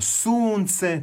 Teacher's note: to je dug naglasak i penje se intonacija pa zatim pada